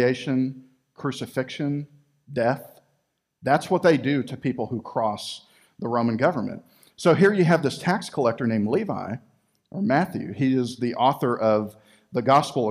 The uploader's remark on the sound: Recorded live at Freedom Fellowship Church in Tontitown, Arkansas on Sunday, January 31, 2021.